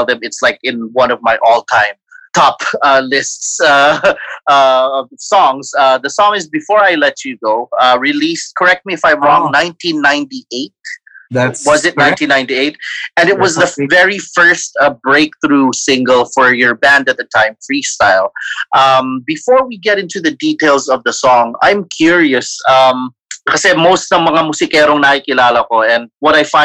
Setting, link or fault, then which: link, video call